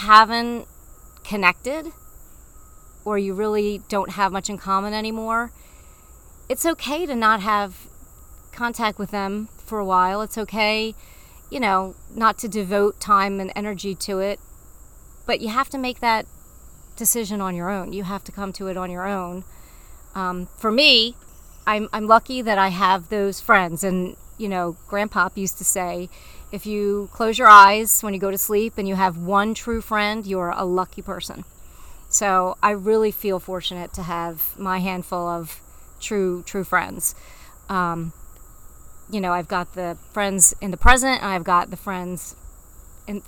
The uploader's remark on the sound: My mom and I love to have coffee chats where we sit outside on our deck and talk about life.